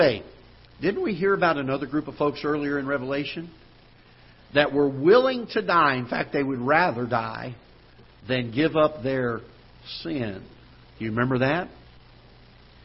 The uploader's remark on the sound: Ketha Heights Baptist Church ~ Live Broadcast